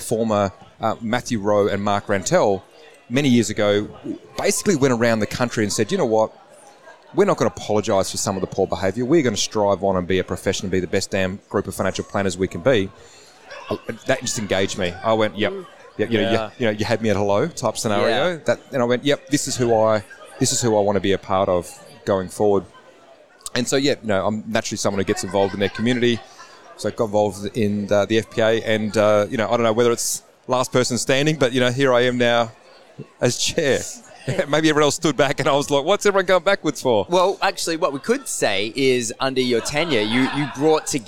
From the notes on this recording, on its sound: Recorded at the 2022 FPA Professionals Congress